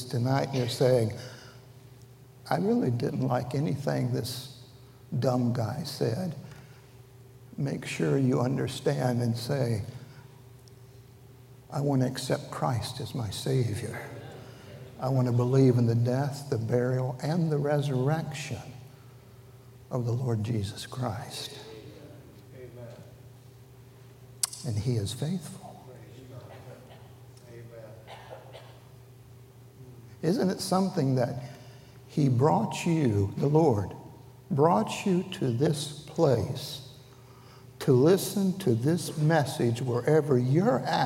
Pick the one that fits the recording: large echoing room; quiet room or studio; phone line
large echoing room